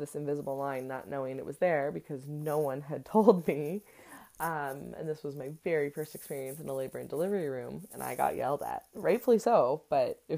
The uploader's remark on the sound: there is some extras noises in the audio today!